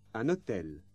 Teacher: Note that there is a liaison between un and hôtel.